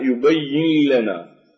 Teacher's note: أما الإدغام بلا غنة وهو الإدغام الكامل مثل قوله تعالى يبين لنا، فالنون هنا جاء بعدها اللام لا يوجد غنة